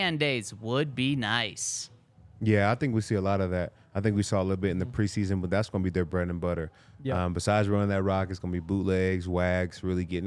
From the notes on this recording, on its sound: coming to you LIVE from the DNVR Bar